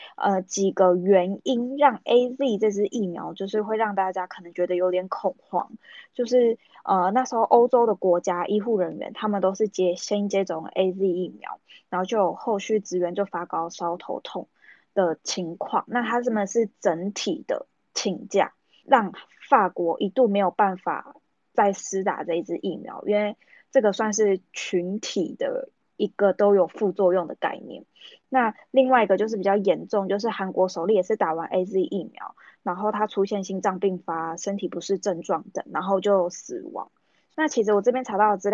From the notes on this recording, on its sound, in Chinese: 疫情的關係，我們採用 ClubHouse 的方式錄音。有一些不清楚或雜訊的部分，還請大家多多包涵見諒。